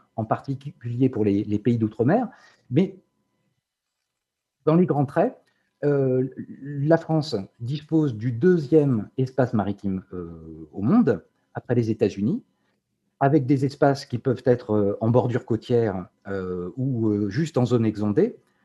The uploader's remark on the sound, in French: Discussion Enregistré sur Zoom